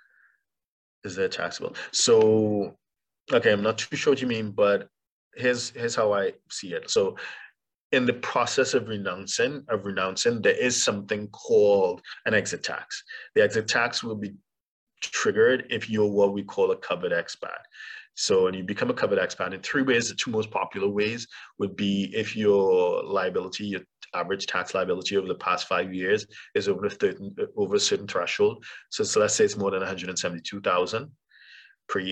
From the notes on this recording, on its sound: For those joining us on Zoom